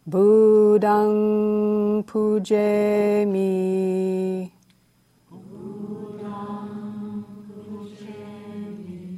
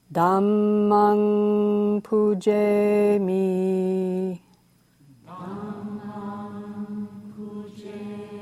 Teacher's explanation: an M at the end of a word with a funny little dot under it is pronounced kind of like an ING sound